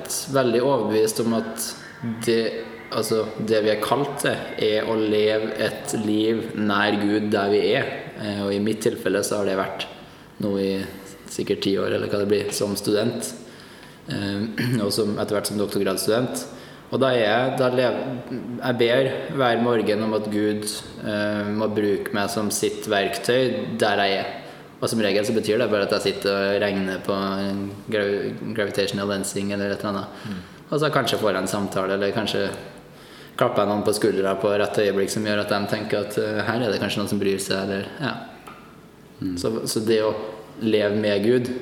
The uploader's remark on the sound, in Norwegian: På en konferanse for kristne akademikere i Barcelona. Beklager noe lavere lydkvalitet i et offentlig lokale.